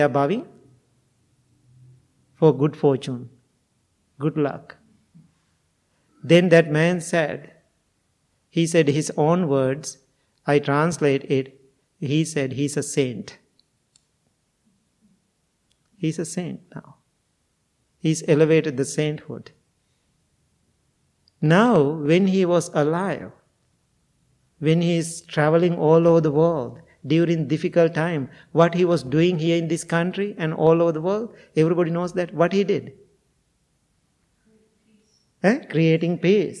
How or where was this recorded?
large echoing room